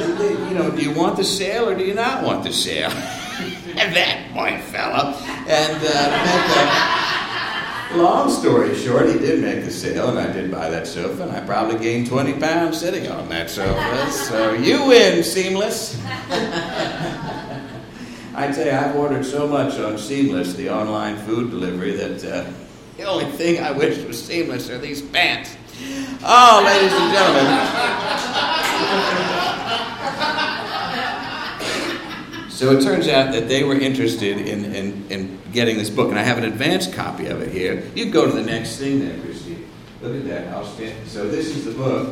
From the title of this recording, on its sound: Live from SOLOCOM